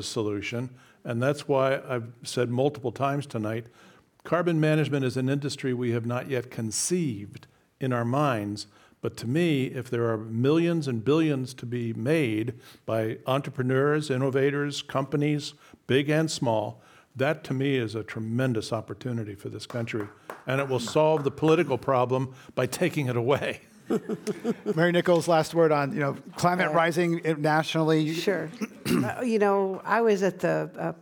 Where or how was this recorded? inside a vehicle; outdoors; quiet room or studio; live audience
live audience